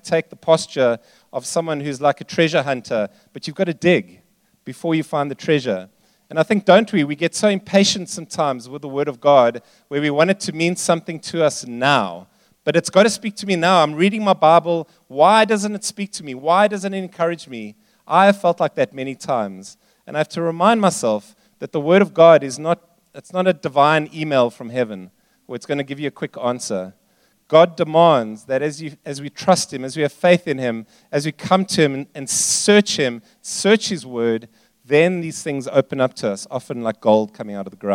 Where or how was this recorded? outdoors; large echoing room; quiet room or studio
large echoing room